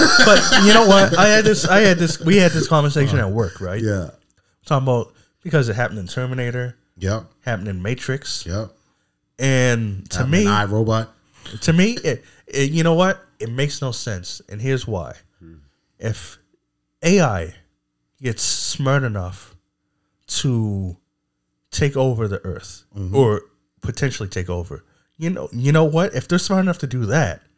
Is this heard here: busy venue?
no